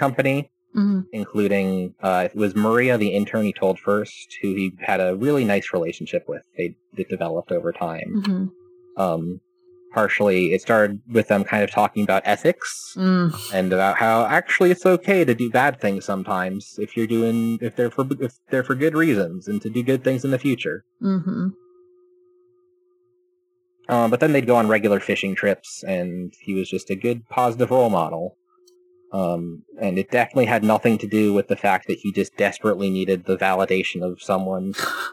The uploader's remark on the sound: Sorry for the fuzzy audio distortion on this one. I did my best to EQ it down while still keeping the track human-sounding.